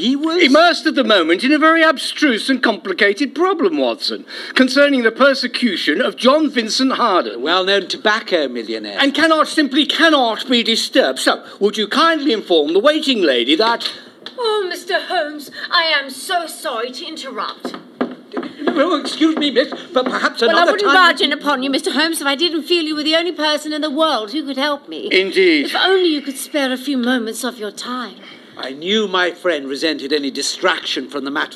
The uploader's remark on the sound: Recorded in front of a live studio audience.